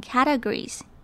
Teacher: categories 中间的 a 要发成蝴蝶母音 a